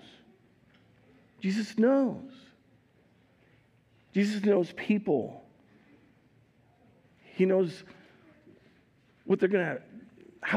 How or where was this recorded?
large echoing room